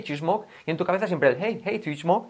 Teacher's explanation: incluso ese do you se contrae en you